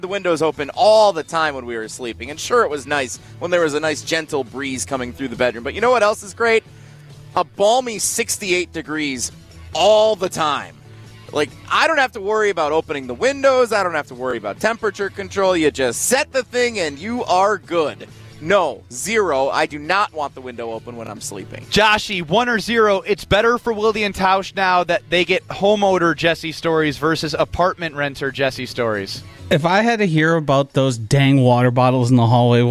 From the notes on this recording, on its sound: Live from the Putts for Pups Golf Outing at Blackhawk country club.